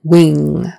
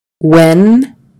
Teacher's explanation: wing with a long E and an ing nasal in the back versus win with a short I and an N, tongue up front versus tongue in the back.